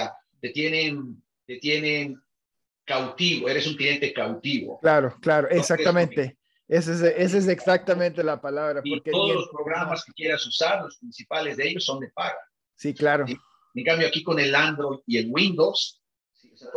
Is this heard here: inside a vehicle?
no